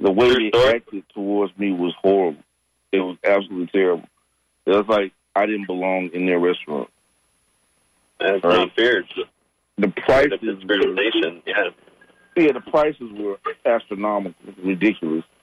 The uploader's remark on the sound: unique magazine format call-in show